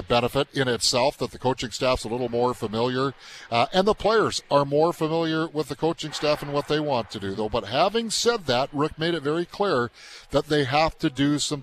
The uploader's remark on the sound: live from the Hockey For All Centre in preparation for Jets Fan Fest.